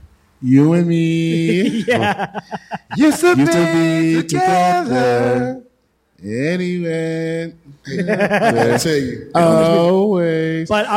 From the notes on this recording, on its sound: live from Peppers Bar & Grill in sunny, hot South St.